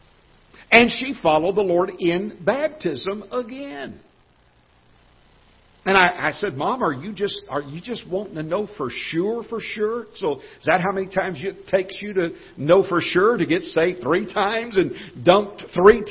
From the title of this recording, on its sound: Ketha Heights Baptist Church ~ Live Broadcast